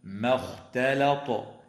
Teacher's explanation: ويراعى أيضا ترقيق الميم والتاء واللام، وتفخيم الخاء والطاء في قوله تعالى: ما اختلط.